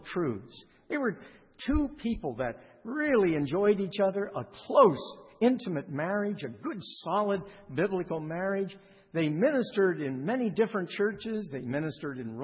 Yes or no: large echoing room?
yes